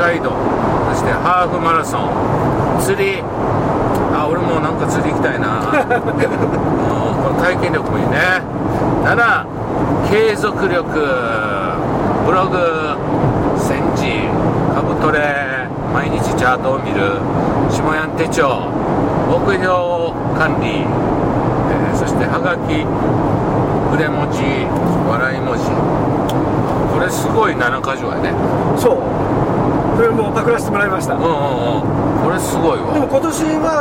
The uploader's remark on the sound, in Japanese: 福井県へ向かう車の中でドライビング対談収録をいたしました。